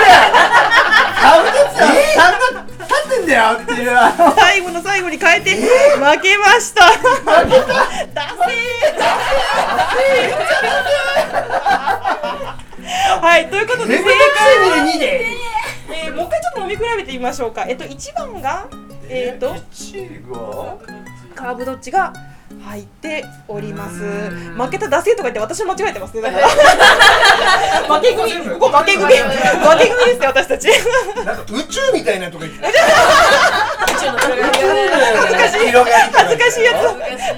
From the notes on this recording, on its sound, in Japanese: 水天宮アフリカーさんにて公開収録。世界のアルバリーニョを飲もうの会。